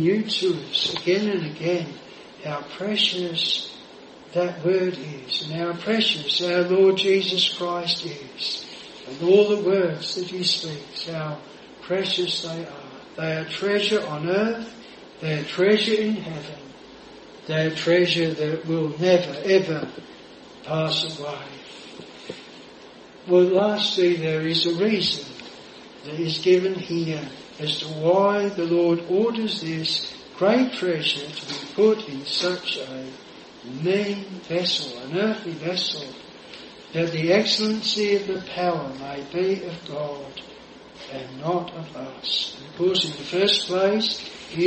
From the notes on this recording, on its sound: This sermon was preached at Jireh Chapel Attleborough.